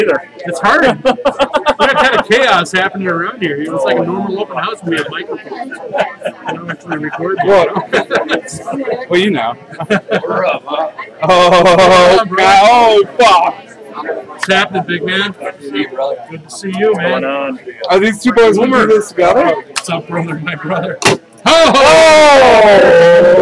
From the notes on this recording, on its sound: The audio plain sucks.